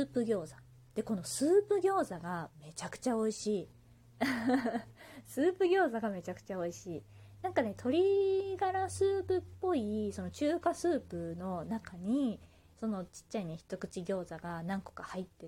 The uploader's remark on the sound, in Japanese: 自宅でスマホによる収録のため様々な騒音が収録されています、ご了承ください